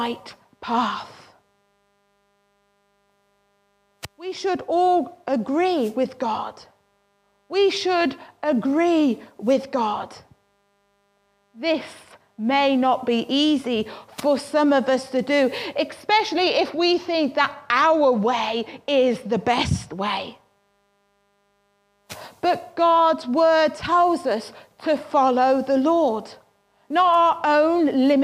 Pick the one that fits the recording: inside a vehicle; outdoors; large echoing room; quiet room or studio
large echoing room